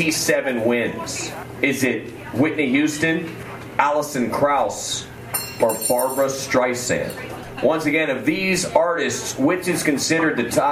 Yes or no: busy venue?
yes